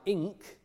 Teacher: It's an ng at the back of the mouth, a velar nasal. So that's only found before a k and a g in Old English.